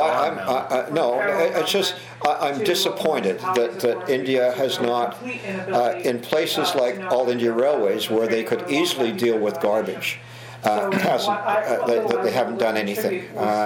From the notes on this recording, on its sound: This podcast was recorded during CUSO-VSO's 50th Anniversary Kick-off celebrations in Vancouver, BC.